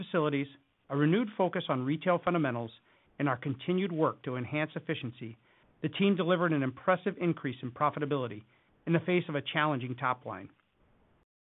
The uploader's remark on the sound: Q2 2023 Earnings Conference Call of Target Corporation.